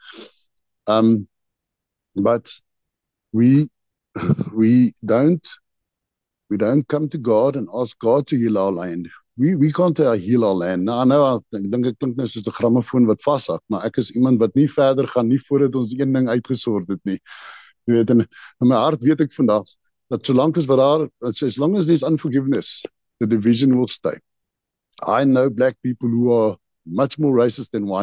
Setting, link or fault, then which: link, video call